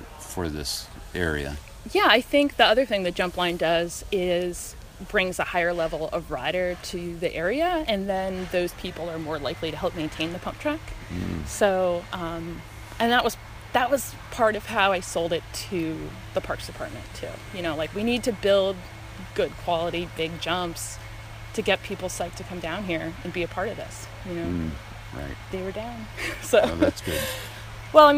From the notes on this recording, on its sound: Recorded at the Cody Diggs trails during the … (IG handle) benefit jam.